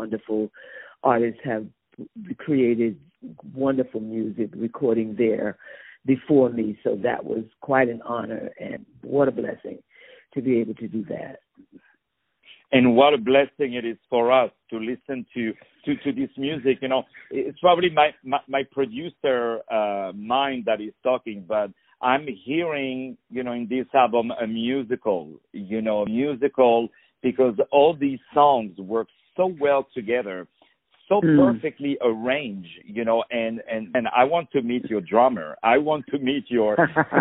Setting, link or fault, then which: link, phone line